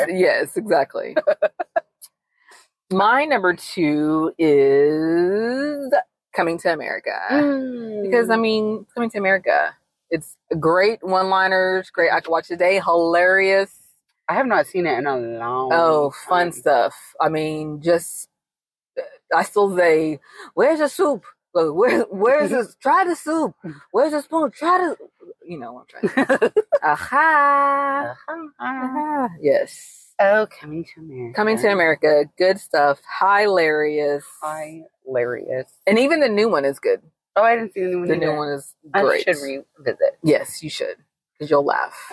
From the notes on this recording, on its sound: joining us in the car this week